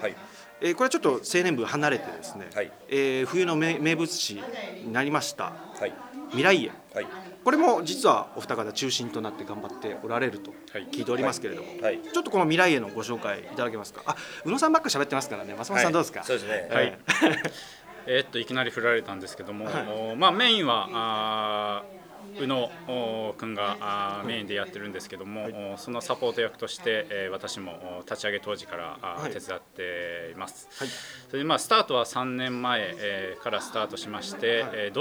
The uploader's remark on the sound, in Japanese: 今回は泉が丘の春野温泉さんでの収録。温泉らしく、施設内の卓球台とマージャン卓の上で録音するという情緒あふれる回になってい。